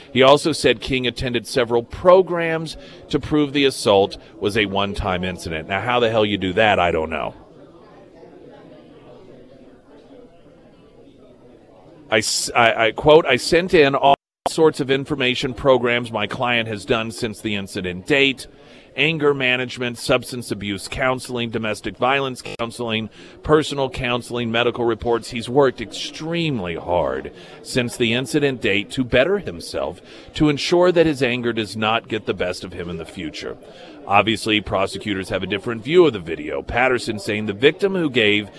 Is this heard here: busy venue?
yes